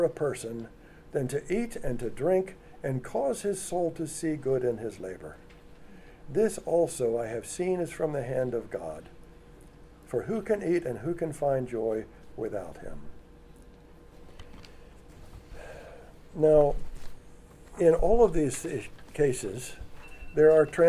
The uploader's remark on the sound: audio of a lecture delivered on Tuesday, April 12th